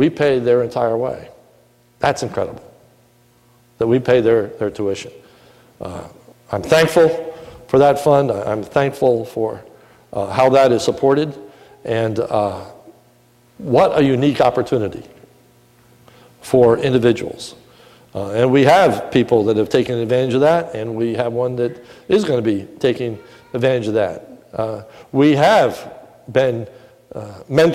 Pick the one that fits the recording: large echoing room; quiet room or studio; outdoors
large echoing room